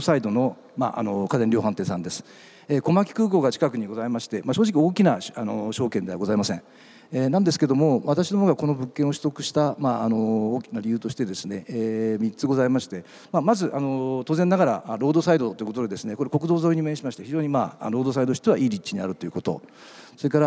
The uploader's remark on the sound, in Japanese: 東京証券取引所で開催した「J-REITファン2017」に登壇した。